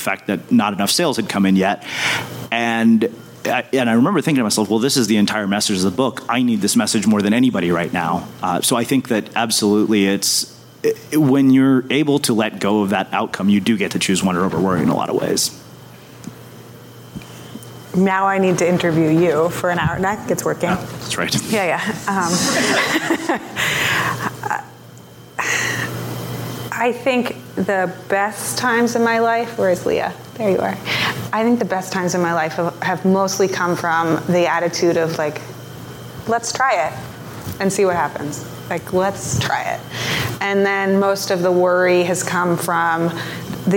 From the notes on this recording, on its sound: Unmistakable Creative Live from NYC. The Unmistakable Podcast was recorded live in front of an audience in New York City!